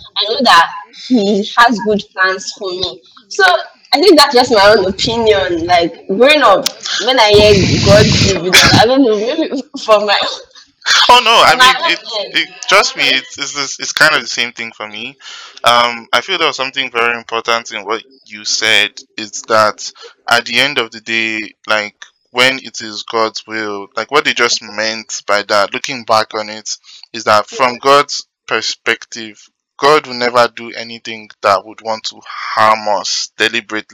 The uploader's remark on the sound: Kindly listen to this episode please forgive our sound quality we would do better as we go on.